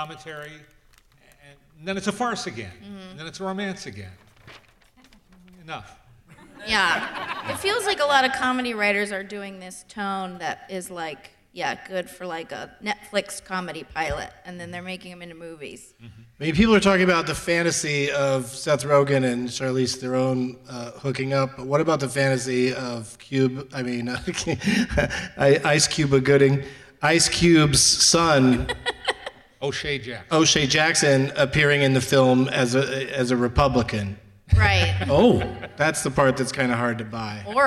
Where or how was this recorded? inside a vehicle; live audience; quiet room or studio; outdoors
live audience